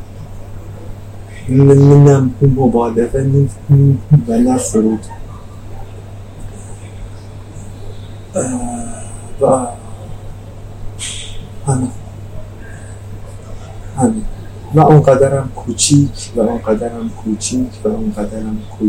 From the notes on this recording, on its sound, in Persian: کیفیت صدا در این اپیزود خیلی پایین هست